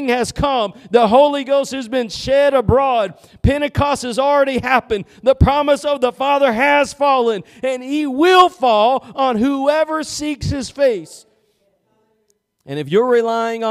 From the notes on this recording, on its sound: Preached at Gospel Lighthouse in Bossier City, La.